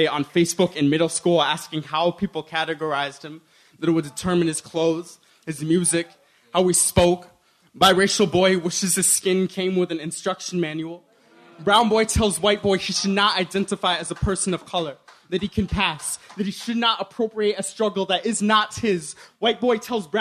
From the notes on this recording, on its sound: In the Cheap Seats in Oakland California at the 26th Annual National Poetry Slam, a competition event where poets performance original work to a live audience.